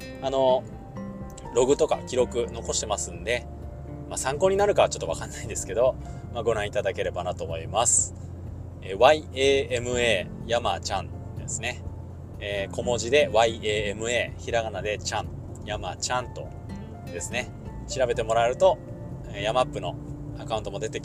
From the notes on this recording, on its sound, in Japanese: 初めてのドライブ収録